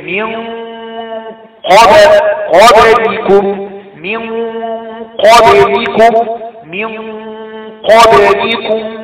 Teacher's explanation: شكل بقى هنا ساكنة يعني تقلقل لأنها من حروف قط بجد حروف قط بجد تقلقل عشان ساكنة